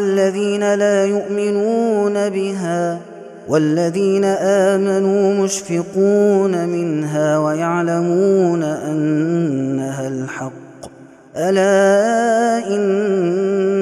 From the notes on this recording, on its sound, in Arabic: هذا التسجيل من صلاة التراويح